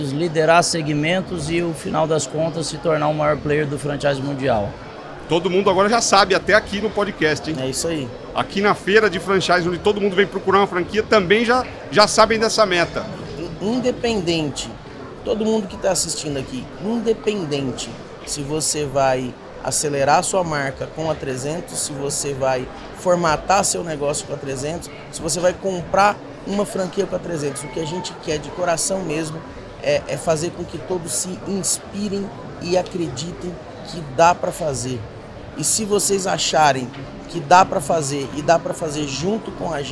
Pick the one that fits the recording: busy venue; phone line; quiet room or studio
busy venue